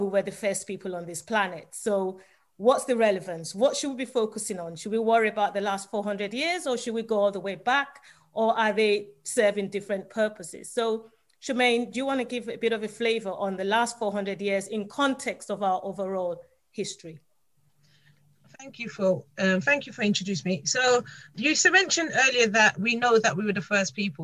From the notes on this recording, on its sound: Listen to the audio version of our webinar